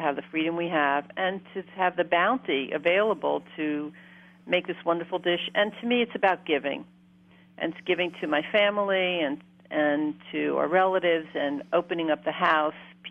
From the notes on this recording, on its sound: welcome a very special guest via phone